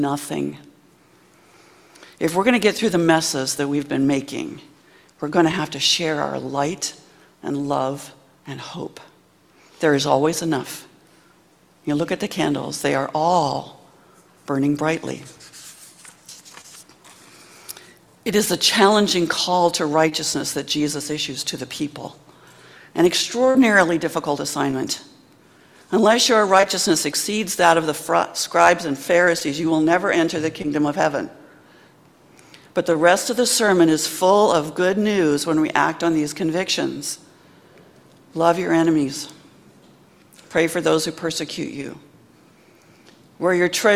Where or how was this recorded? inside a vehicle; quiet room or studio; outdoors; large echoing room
large echoing room